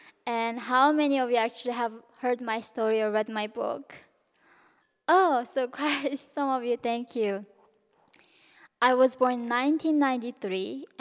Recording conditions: live audience